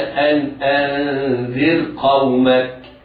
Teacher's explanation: الراء مرققة رغم وقوع القاف بعدها ولكنها في كلمة أخرى